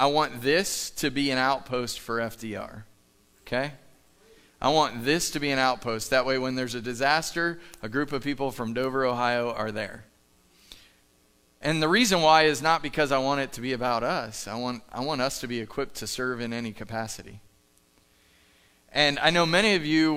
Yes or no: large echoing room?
yes